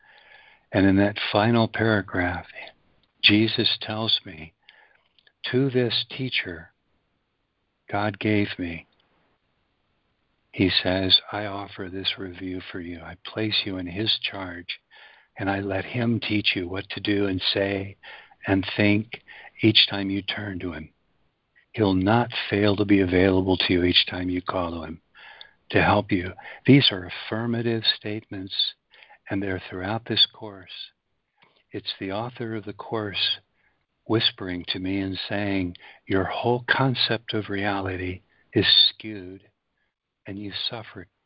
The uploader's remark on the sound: ACIM Daily Conference Call.